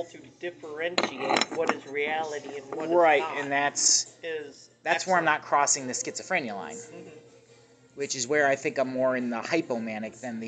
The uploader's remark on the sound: A sit down at Lagano's Cafe (Eastlake, OH).